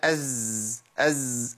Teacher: كلنا بنهمس في السين، اس، ما ينفعش ما نهمسش في السين. امنع الهمس كده عن السين هتبقى از